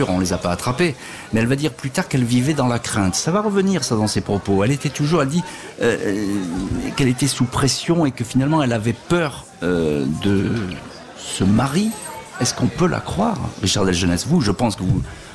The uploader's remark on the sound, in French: En direct de la foire de Châlons-en-Champagne